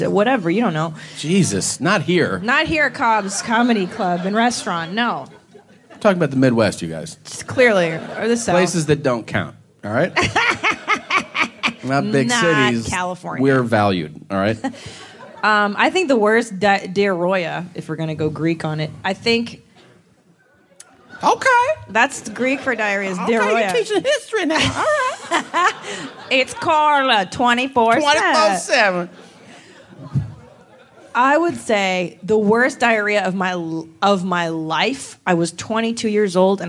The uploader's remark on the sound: It's LIVE from San Francisco (Man Frandisco).